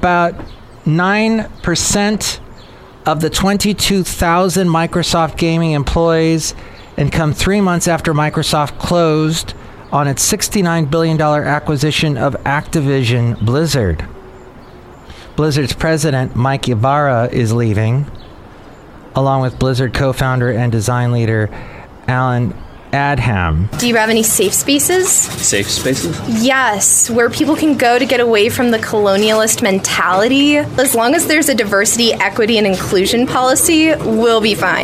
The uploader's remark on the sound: podcasts live from Café Anyway